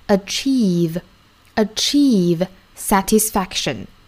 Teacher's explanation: achieve 最后的这个元音注意是长元音一，嘴型要有紧张感的